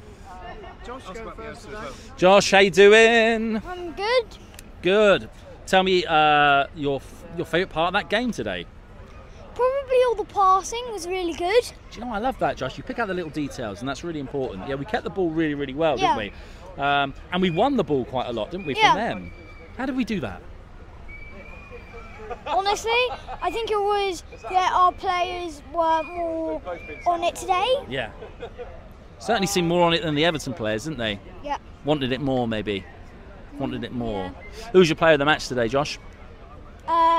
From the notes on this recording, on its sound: recorded at the Pear at Parley